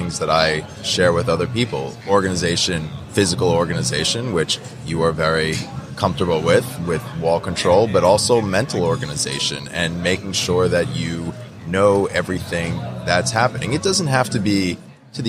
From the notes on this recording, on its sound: LIVE from WORKBENCHcon 2022. Live edition of Organization Conversation.